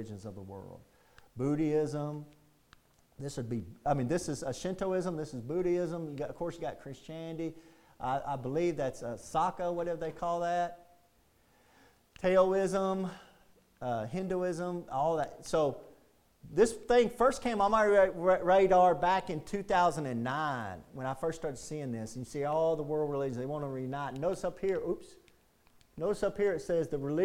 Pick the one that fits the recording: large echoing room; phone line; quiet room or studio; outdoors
large echoing room